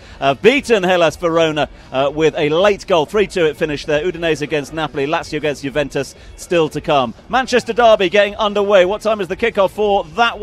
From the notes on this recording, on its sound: The Grill Live at Rugby 7s. Great crowds, a party atmosphere.